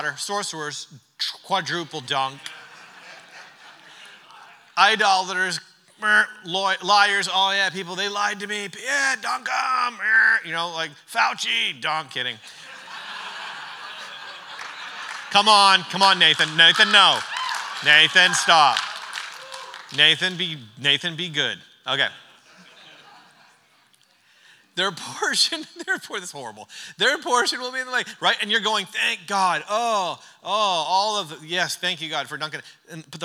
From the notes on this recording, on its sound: During our final session of The Church Conference